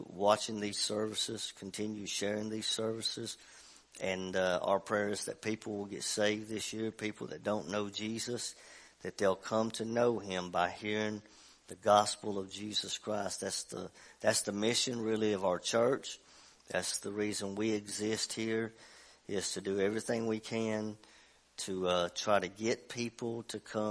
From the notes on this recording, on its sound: WELCOME TO OUR LIVE SERVICE. Preaching at Family Worship Center in Athens Tennessee.